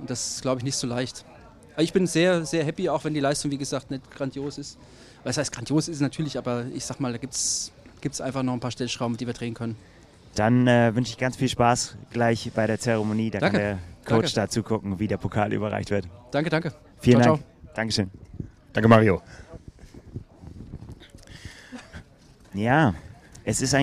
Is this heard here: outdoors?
yes